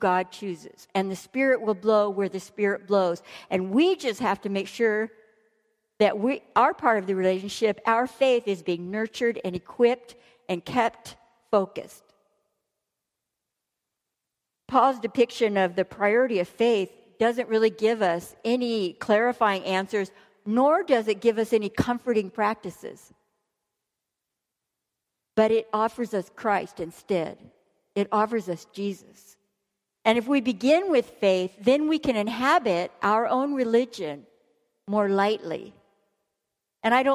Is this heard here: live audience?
yes